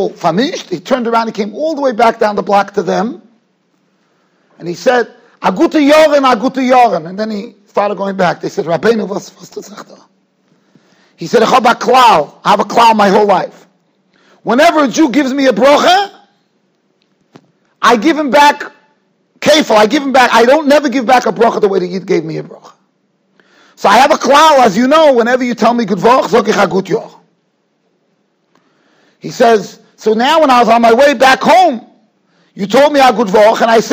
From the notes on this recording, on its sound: Shiur recorded in Yeshivas Ohr Reuven, Monsey, NY.